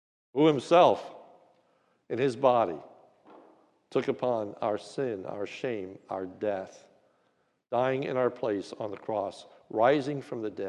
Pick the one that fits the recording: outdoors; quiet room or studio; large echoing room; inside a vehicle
large echoing room